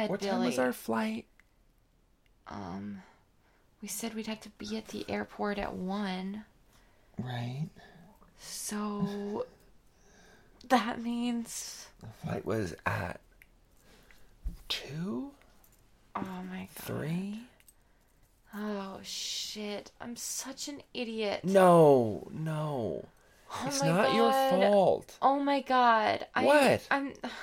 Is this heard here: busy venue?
no